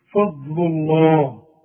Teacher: واخد بالك الفه، هنقول برضو فلولا فا فضل الله، الضم للمفخمة، لفظ الجلالة بنفخمه مدام الحرف اللي قبل لفظ الجلالة مضمون